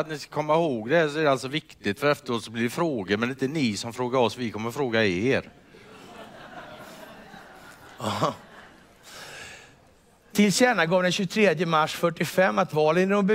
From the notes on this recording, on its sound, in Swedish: Detta är den inspelade finalen på Circus i Stockholm